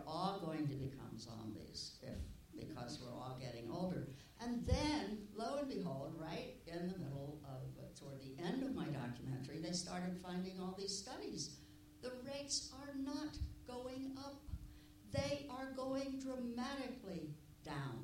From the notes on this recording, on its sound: IDFA Q&A 21 November 2016.